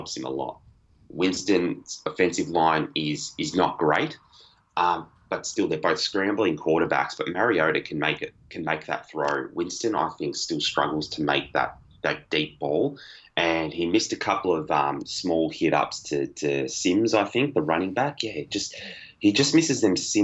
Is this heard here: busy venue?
no